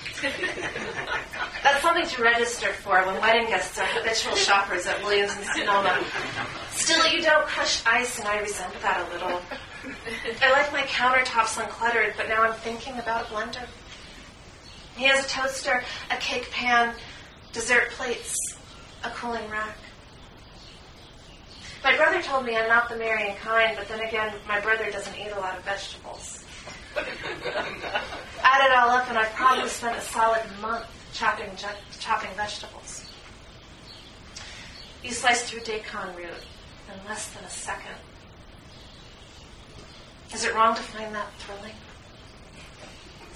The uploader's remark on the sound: Came back into town in May of 2009 for a special reading at The Poetry Motel.